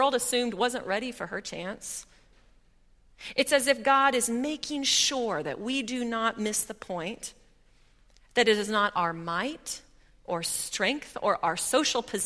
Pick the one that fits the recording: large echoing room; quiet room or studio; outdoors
large echoing room